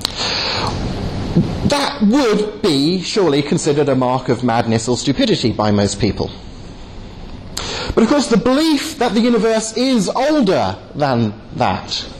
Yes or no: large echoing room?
yes